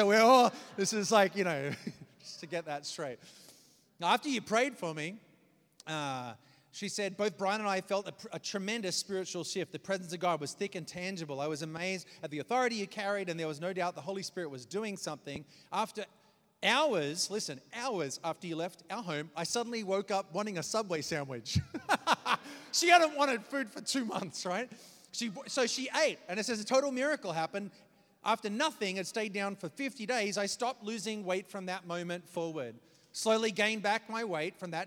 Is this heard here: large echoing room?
yes